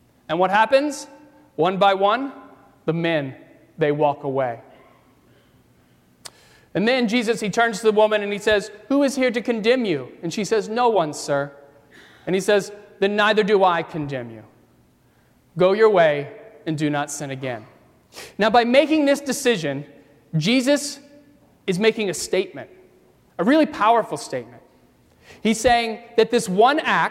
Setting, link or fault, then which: setting, large echoing room